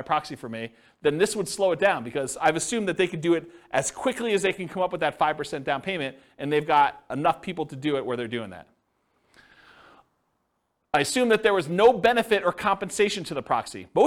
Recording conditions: live audience